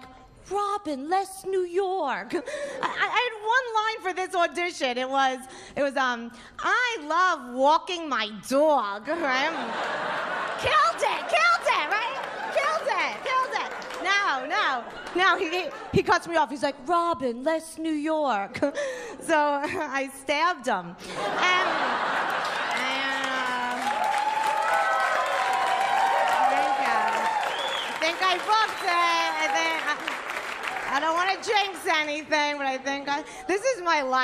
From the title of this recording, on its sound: Stand Up Comedy Live Gotham Comedy Club